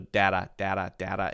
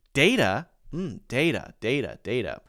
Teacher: Feels better, having the long A sound followed by the short A sound. · Shown in: second take